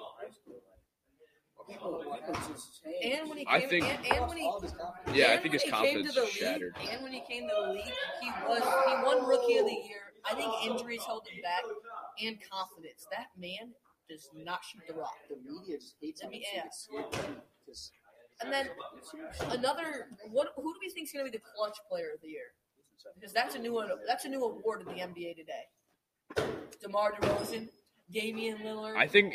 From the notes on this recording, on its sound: Includes some background noise.